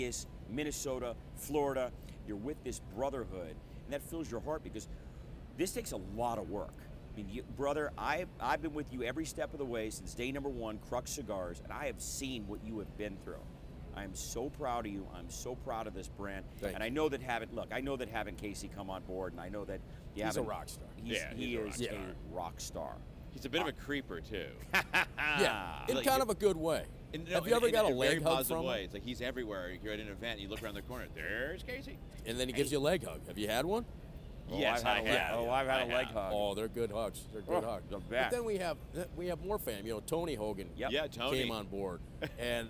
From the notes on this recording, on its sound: On the Cigar Lockdown Set! Recorded Live at the 2021 PCA Las Vegas trade show.